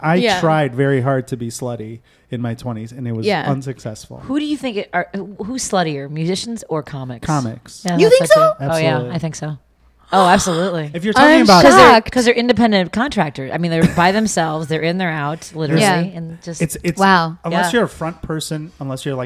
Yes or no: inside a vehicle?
no